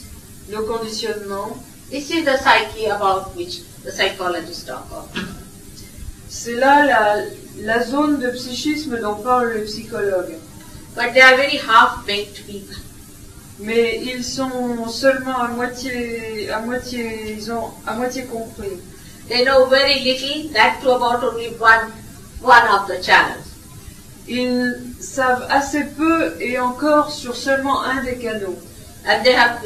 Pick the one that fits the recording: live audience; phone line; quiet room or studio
live audience